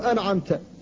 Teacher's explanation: فتنطق أولا بالهمزة من أول من الحلق، ثم تذهب إلى طرف اللسان فتنطق من النون، ثم ترجع إلى الحلق لتنطق بالعين، فلا بد من التنبيه على إظهار النون الساكنة ومن غير